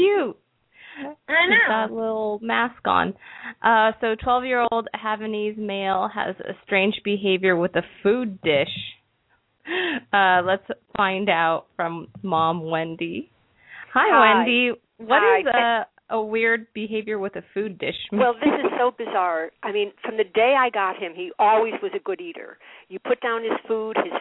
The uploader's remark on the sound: open up the lines for listeners to call